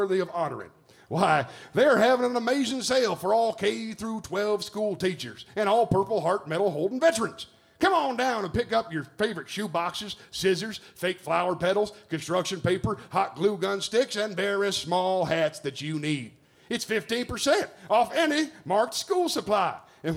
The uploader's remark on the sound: Live standup comedy show. Recorded this show LIVE at the Evening Muse, a beautiful Rock and Roll club in Charlotte … North… Carolina. We had to record this bonus episode without a few very important performers.